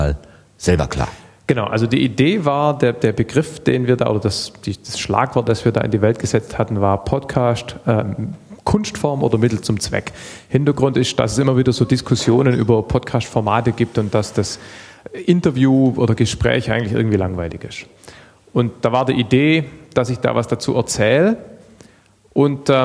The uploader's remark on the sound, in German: Begann die eigentiche inhaltliche Arbeit beim #ganzohr2014-Podcastertreffen. Live vor Publikum.